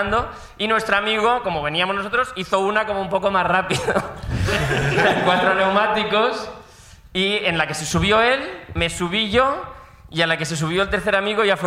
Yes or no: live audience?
yes